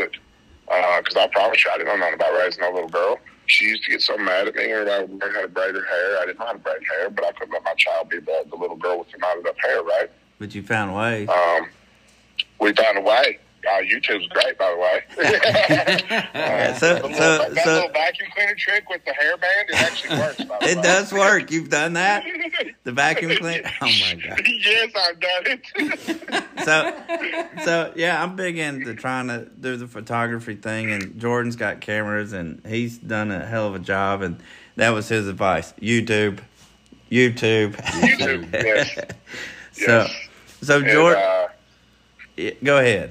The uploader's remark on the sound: A call to mom